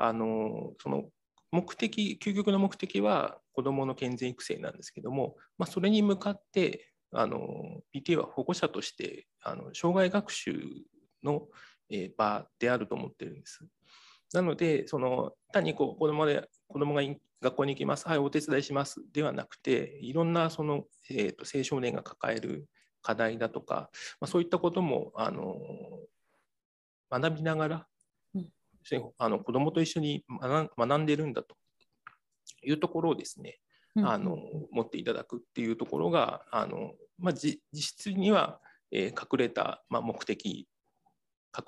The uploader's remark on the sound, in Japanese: 収録場所： オンライン (Zoom)